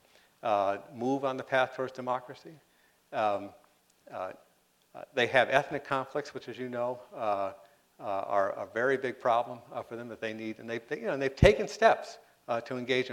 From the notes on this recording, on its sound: responded to questions from the audience